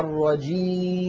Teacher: سددت الأنف الآن ولم يتغير الصوت، فنطقنا كان بياء صحيحة خالية من الغنة